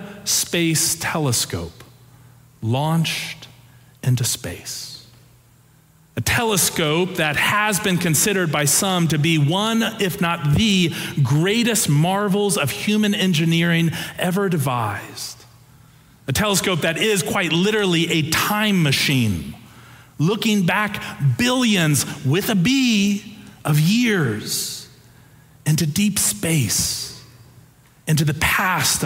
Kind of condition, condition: setting, large echoing room